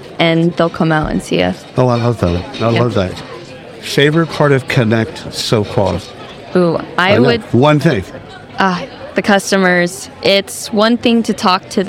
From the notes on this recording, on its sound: Live at the isolved Connect roadshow in Palm Springs. Live at the isolved Connect roadshow in Palm Springs.